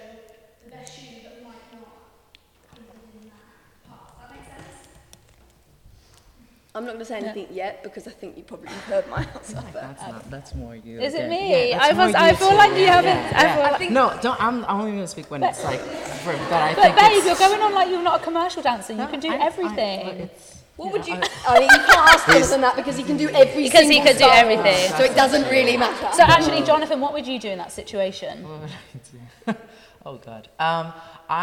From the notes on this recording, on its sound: At The Ins And Outs easter intensive we had a Q&A.